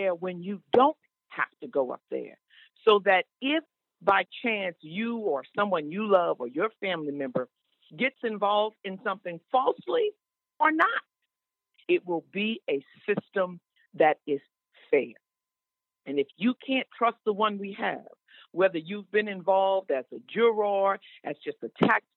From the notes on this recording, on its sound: The Open Line Radio Show. Special guest on the phone.